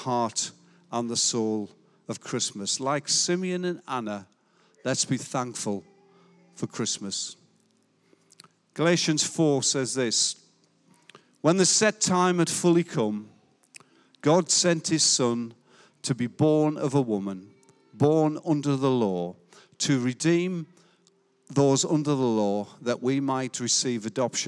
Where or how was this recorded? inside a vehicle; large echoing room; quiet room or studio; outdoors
large echoing room